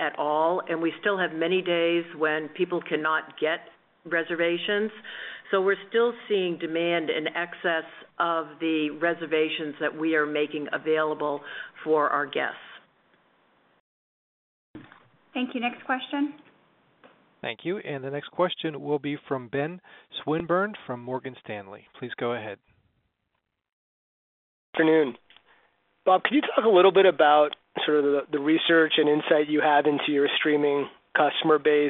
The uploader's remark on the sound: Earnings Conference Call